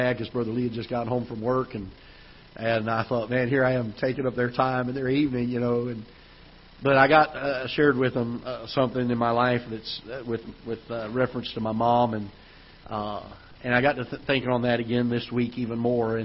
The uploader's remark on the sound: Ketha Heights Baptist Church ~ Live Broadcast